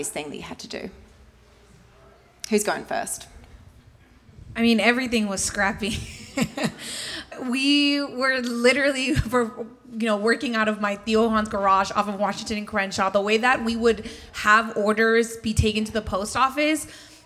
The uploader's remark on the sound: Female Founder World Networking Pop-Up in partnership with Shopify LA: a live recording from the panel!